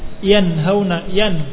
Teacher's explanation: mengucapkan huruf nun dengan jelas dari makhrajnya dengan tidak memberikan ghunnah yang berlebihan dan juga tidak ada tasydid pada huruf tersebut, pada huruf nun tersebut, nun sukun. · Term: izhar